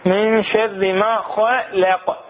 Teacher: حرف الخاء حرف مستعلي، حرف اللام حرف مزلق مرقق